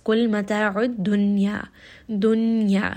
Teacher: the nun sound is going to be clear you are not going to merge this · Term: إظهار مطلق